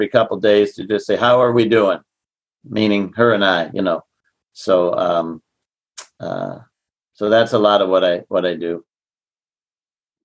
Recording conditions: video call